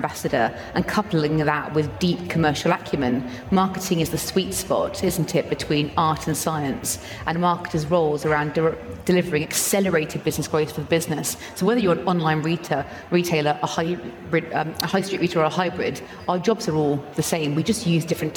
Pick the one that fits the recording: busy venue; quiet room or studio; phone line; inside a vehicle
busy venue